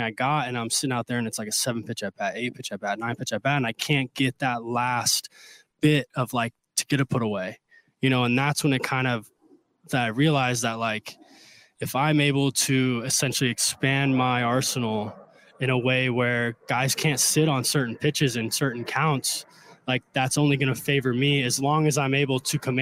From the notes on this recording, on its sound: live from A's Spring Training